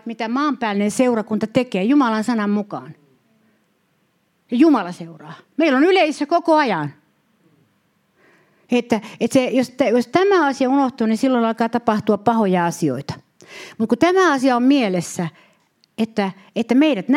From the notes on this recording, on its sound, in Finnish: Saarna on nauhoitettu Jyväskylän Cityseurakunnassa